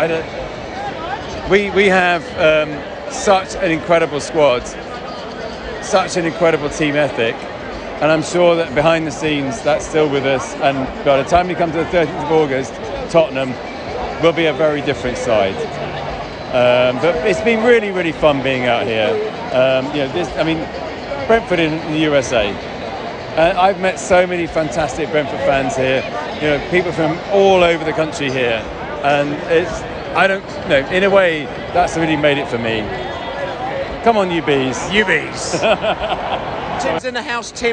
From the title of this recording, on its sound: Post Match Podcast from the Atlanta Dome